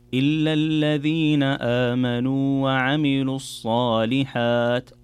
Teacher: الصالحات ما تمده مدا طويلا · Term: مد طبيعي